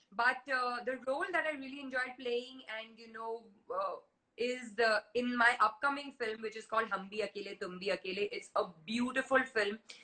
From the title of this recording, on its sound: Instagram Live